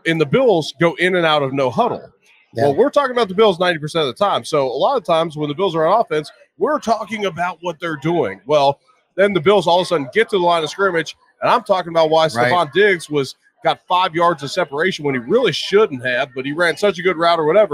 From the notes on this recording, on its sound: For a sit-down conversation taped a few nights ago live from Imperial Pizza in South Buffalo. Thank you again to Imperial Pizza (1035 Abbott) for hosting this live series.